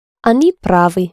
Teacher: The accent is back to прав.